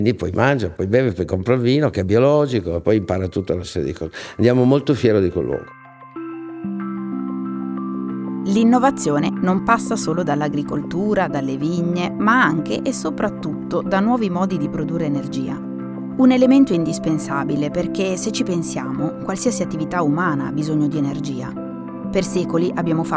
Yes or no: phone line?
no